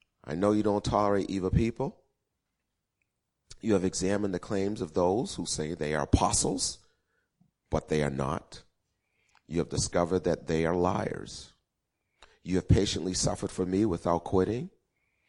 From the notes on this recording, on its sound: Recorded 02-14-2016 8:30am Service